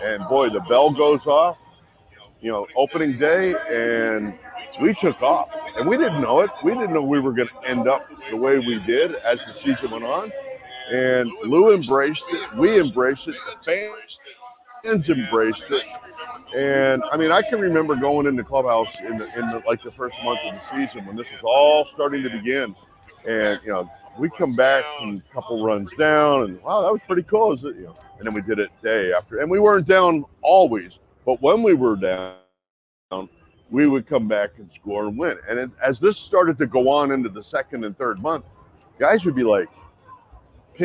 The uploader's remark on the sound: Live From Seattle. Live from the All-Star Game in Seattle.